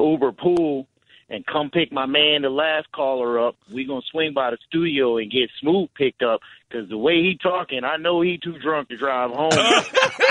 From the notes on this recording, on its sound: fans call in to give thoughts as well.